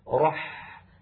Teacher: الحاء ساكنة وهي حرف رخو، إذن يجب أن يكون زمن الحاء مساويا لزمن بس، زمن السين التي تقدمت، لأنهما نظيران.